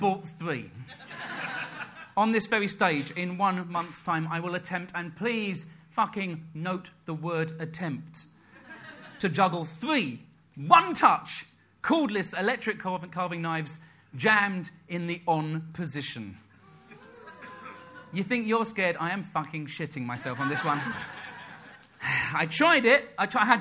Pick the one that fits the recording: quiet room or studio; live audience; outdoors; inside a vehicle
live audience